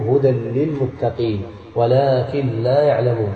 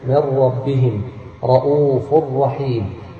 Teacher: إدغام للنون والتنوين فيدغمان عند كل القراء بغير غنة · Term: إدغام بغير غنة